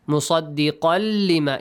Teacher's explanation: بالحق مصدقا لام. لام has, لام is after قاف with تنوين، yes. Merge them. · Term: إدغام